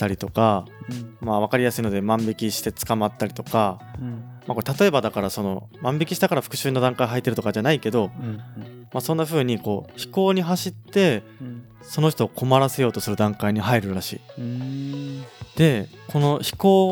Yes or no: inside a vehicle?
no